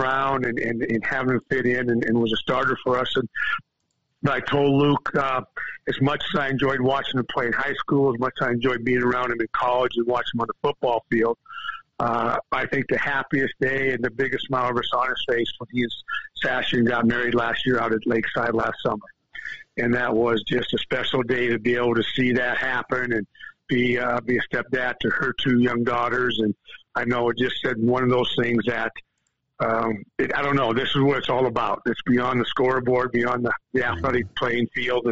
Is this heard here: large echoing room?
no